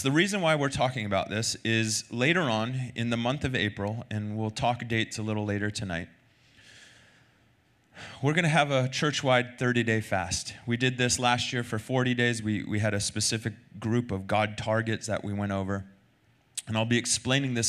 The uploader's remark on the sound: Recorded Sunday night service at Reunion Hawaii.